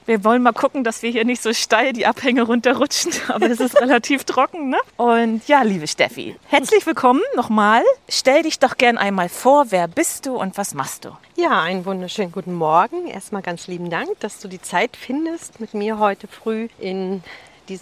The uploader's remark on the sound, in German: beim Walk & Talk im bergigen Kösterbecker Wald